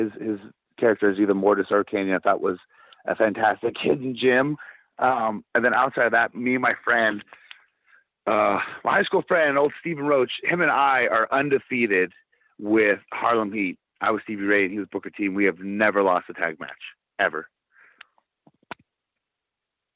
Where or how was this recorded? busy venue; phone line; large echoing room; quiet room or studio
phone line